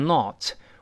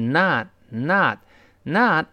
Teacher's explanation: 我们如果读美音的话，就直接发啊 · Shown in: second take · ，是 notNot, not unless one die, not 最后那个 t，失去爆破。他没有跟后面那个 unless 那个前面那个 a 连